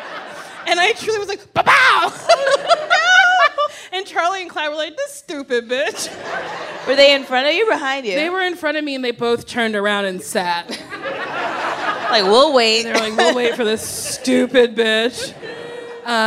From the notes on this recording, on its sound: Recorded live at the Largo at the Coronet. Some audience questions!